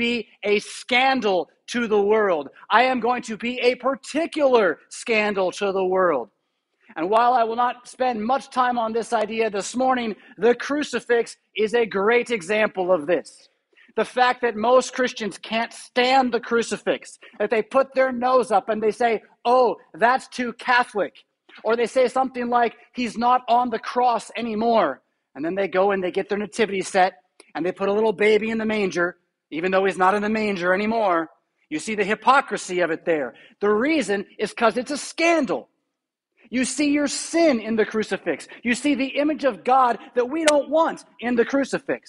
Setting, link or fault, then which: setting, large echoing room